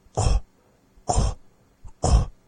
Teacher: when we take the k sound, k, and we round it out, we get k, k, k, rounding out the mouth. So again, it is the same sound, however, that we just round out the mouth. · Term: kwa